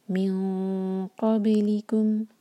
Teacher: امٹی نون کے بعد قاف، تو اخفاء، ہیوی اخفاء کریں گے. من قب، قاف ہیوی، باب القلقلہ، قبلکم، لی ایک حرکہ، اور پھر کم، من قبلکم.